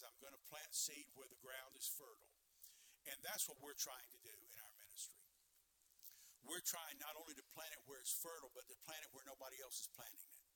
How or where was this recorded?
large echoing room